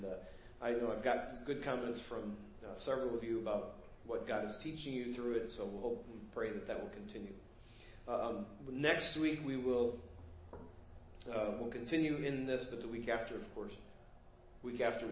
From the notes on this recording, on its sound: Preached at First Baptist Church of Hazel Park